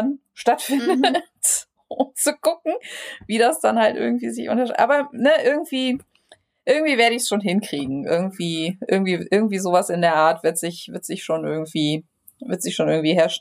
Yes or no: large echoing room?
no